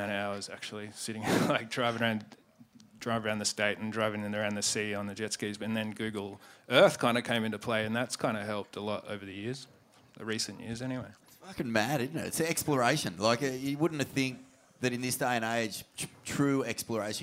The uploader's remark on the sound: Live from the Indian Ocean Hotel Scarborough in Perth! We revisit a classic night at the Indy.